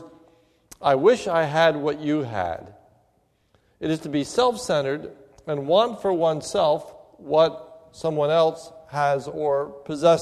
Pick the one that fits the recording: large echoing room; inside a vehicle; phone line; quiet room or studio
large echoing room